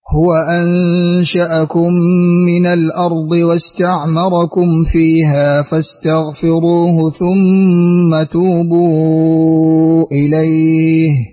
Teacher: قرأت لقالون، اسكنت ميم الجمع، قصرت المنفصل